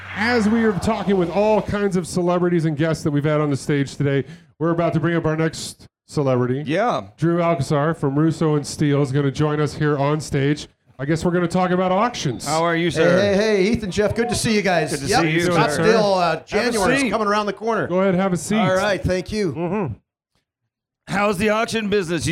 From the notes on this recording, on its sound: SEMA SHOW 2019 An Automotive Celebrity Mash-Up from the Shell Pioneering Performance Stage. Rock the Shell Pioneering Performance LIVE Stage at the SEMA Show in Las Vegas.